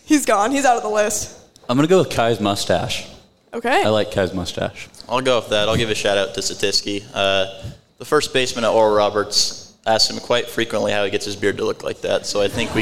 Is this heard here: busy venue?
yes